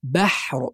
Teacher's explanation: نرقق الباء والحاء ونفخم الراء